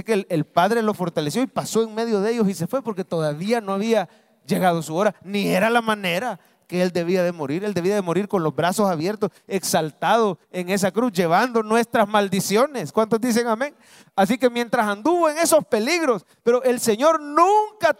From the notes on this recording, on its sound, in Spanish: Mensaje predicado en vivo desde el Centro Familiar de Adoración, domingo 16 de abril 2023, culto de 9am